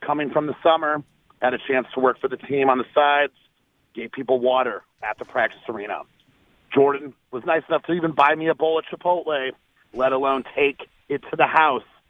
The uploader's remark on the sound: Packers Fans Call.